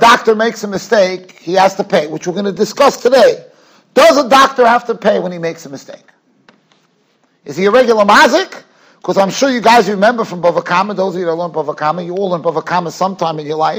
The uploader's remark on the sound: Shiur recorded in Yeshivas Ohr Reuven, Monsey, NY.